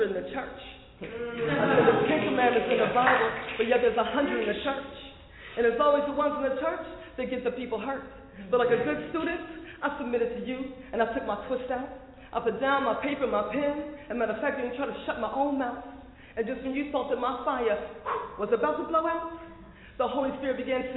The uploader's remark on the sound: Live from the Oak Cliff Cultural Center, Dallas Texas. For The Poets Round Table series.